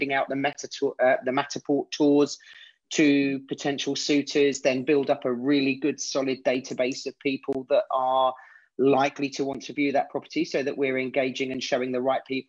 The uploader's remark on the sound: we are doing our first ever Zoom Facebook Live from our own locations in the UK